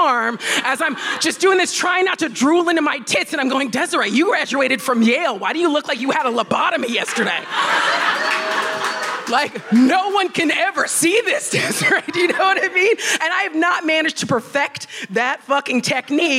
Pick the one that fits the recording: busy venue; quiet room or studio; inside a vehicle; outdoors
busy venue